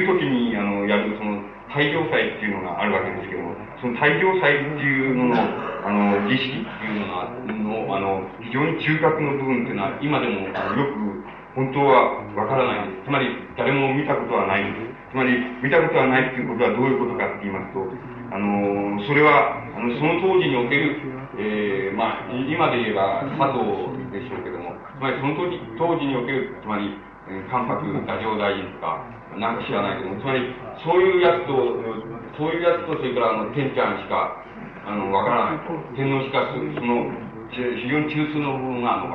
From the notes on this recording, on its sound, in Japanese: 音質：３。場所：学習院大学 教室。学習院大学の教室で行われた講演。別の話し声が聞こえるところがあり、 残響音が目立つ部分もある。途中で音声が遠くなるのは。